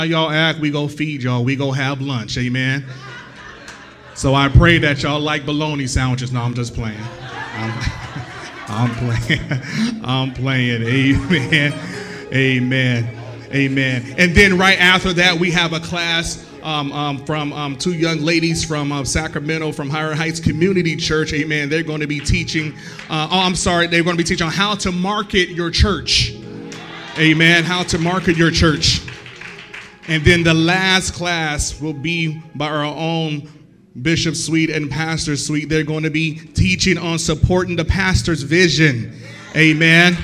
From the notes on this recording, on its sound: Live-recording.